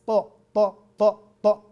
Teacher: طرف اللسان مع اصول الثنايا العليا